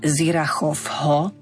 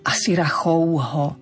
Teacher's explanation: A keď som sa teda vrátila k tomu názvu, nie Sirachovho, S ostáva S na začiatku Asirachouho. Tam sa to V opäť mení na U. · Shown in: second take